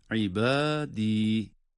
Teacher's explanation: Şimdi ibadi kelimesinde meddi tabiiler var. İbadi. Ama ayet sonu diye de bir elif miktarından fazla uzatmıyoruz yine.